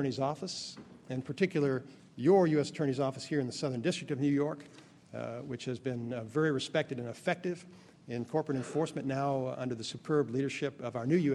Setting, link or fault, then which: setting, live audience